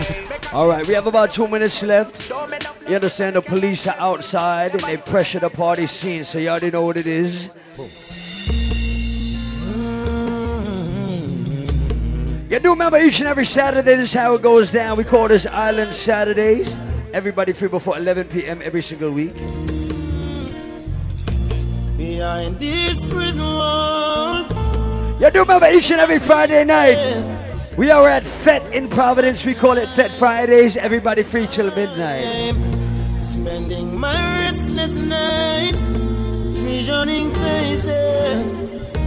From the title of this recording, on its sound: LIVE AT ISLAND SATURDAYS